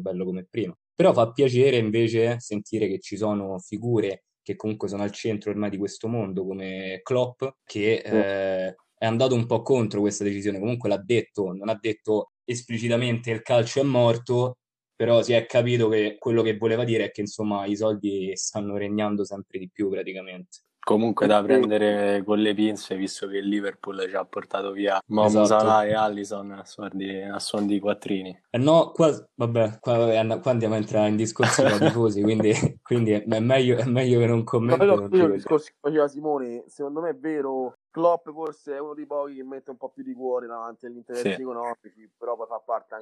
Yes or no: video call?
yes